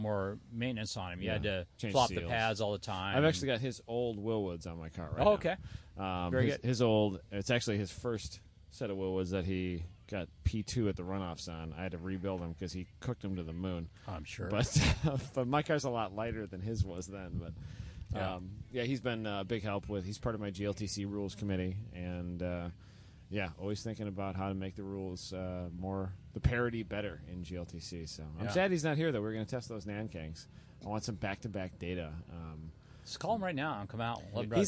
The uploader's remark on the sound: Recorded a few shows at WMHM 2019. Recorded a few shows at WMHM 2019.